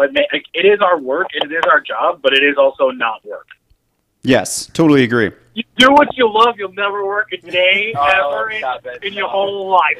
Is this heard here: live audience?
no